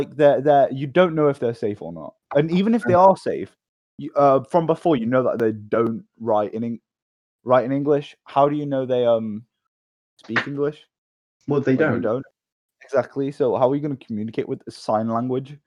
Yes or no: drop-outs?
yes